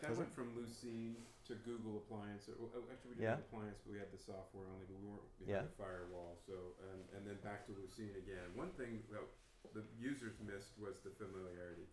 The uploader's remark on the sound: Recording of my STC Sacramento presentation